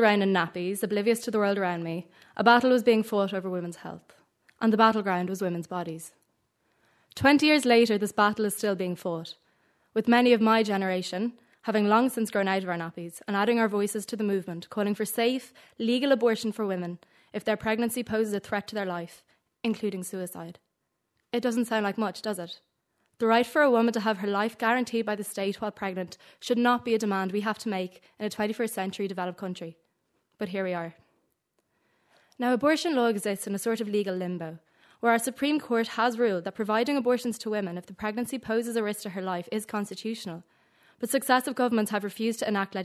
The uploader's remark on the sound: Audience: Mount Temple Comprehensive School.